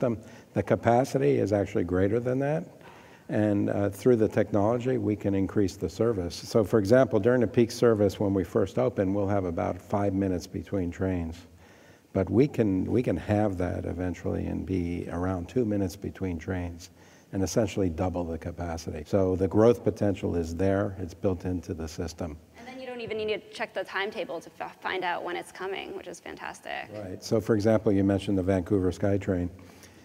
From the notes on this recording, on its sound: The best of live interviews from GreenBiz events.